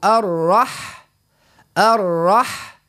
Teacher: ومن بعد عنا الحاء ساكنة نقول أرح أرح، ما نقولوش أر، ما نخليوش الحاء تهزها الراء معاها في التفخيم، نقول را حاء، حاء يعني أح، نقول أر أح الرحماني.